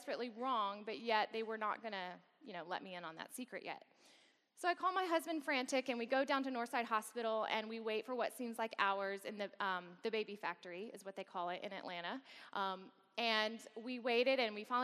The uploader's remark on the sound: gives a lecture as part of Samford University's Campus Worship on 27 October 2016